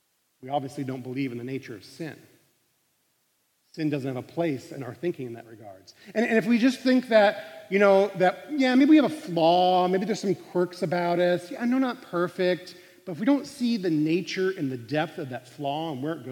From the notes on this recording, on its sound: Live recording of CUI's Monday Chapel Band.